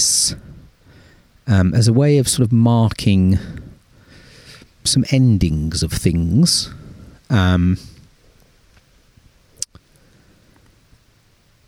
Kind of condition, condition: setting, outdoors